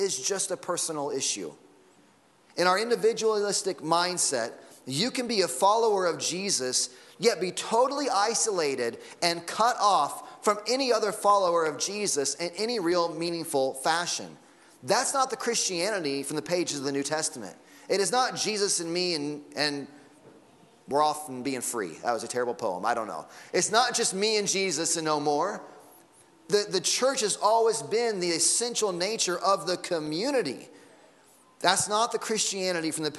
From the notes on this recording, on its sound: Sunday Morning Sermon Audio.